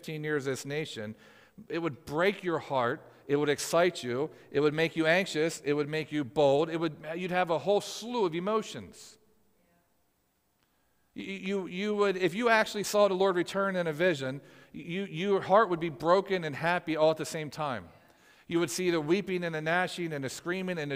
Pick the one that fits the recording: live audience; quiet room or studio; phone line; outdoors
live audience